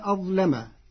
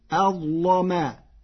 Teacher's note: قرأ ورش كلمة أظلم بتفخيم اللام فتصير أظلما لمجاورتها حرف الاستعلاء.